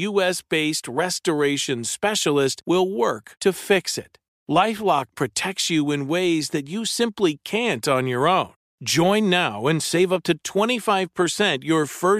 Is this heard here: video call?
no